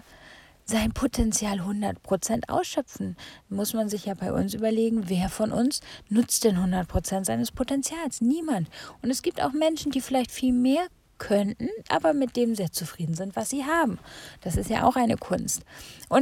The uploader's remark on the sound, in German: Diese Folge wurde im Auto aufgezeichnet und kann deshalb etwas schlechter in der Qualität sein.